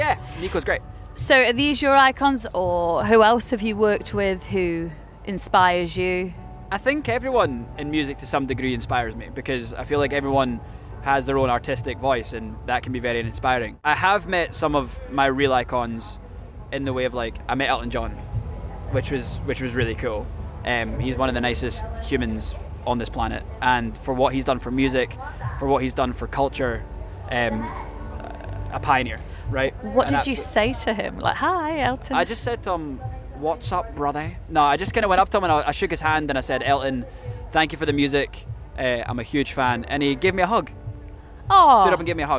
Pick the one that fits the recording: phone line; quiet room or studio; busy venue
busy venue